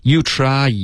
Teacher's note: 用了一个中式的 i 然后应该用一个双元音阿姨